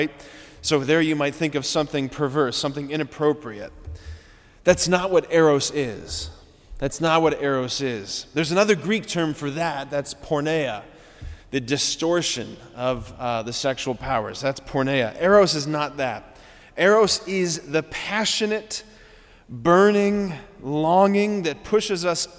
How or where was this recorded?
large echoing room